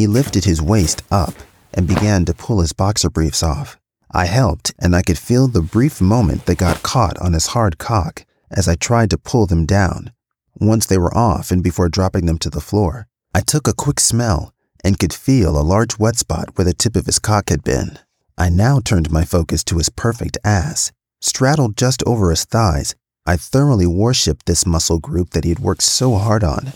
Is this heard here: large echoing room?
no